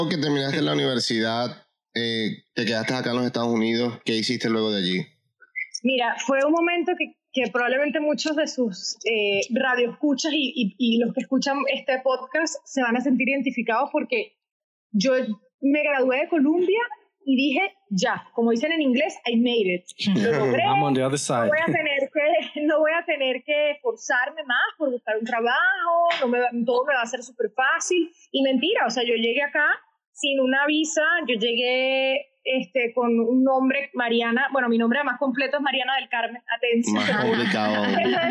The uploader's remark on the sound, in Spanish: En este episodio se presentaron algunos inconvenientes tecnicos con el audio